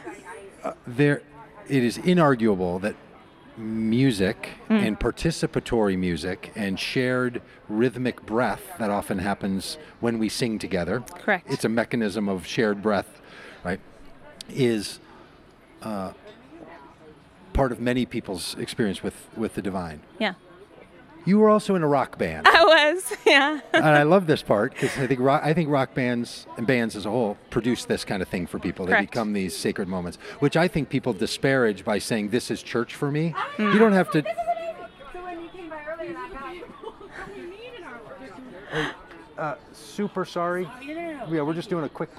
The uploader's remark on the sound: at the Wild Goose Festival in North Carolina in July of 2023